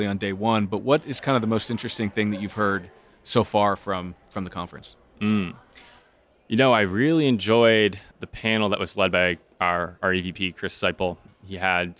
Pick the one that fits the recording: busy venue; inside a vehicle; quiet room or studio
busy venue